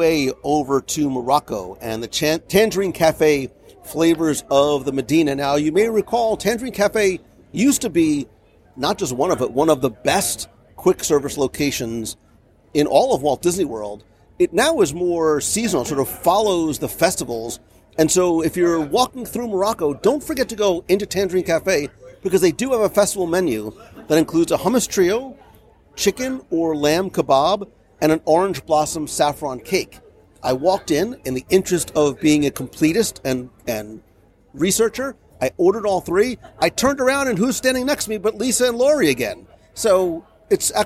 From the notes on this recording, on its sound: live from the first day of the Festival